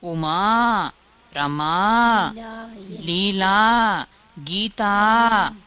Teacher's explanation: in strilinga shabdam the ending sound has dirgha akarah